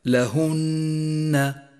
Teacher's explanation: والواجب هنا أن نقف بغنة على حرف النون زمنها حركتان، أي هكذا لهن، وقد لونت هذه النون بالأخضر إشارة إلى موقع الغنة.